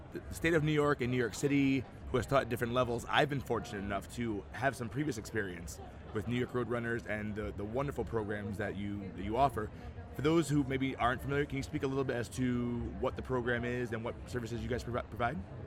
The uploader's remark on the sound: Live from SHAPE Nashville Day 2!